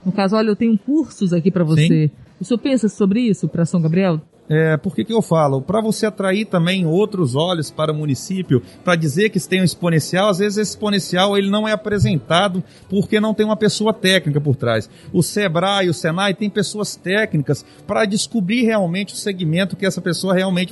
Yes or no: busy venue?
yes